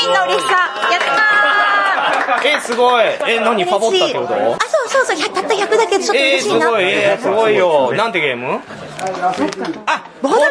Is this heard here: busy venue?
yes